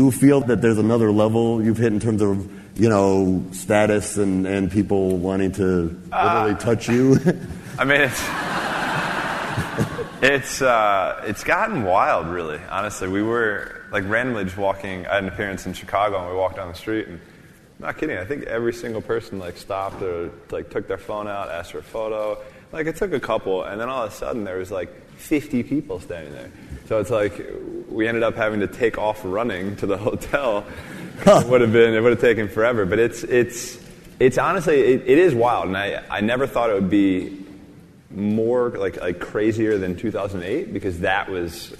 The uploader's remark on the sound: In this special episode, we broadcast an interview that took place at the 2016 Forbes 30 Under 30 summit in October. Takes questions from the audience.